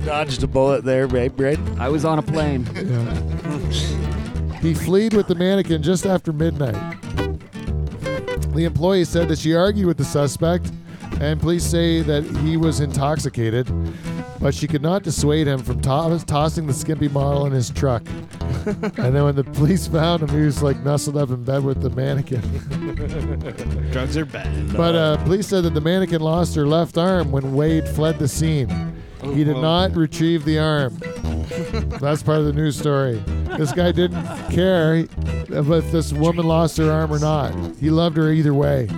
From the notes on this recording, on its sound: The Dutch Hall turns into a Dutch oven in this hot addition of Live From the Dutch Hall.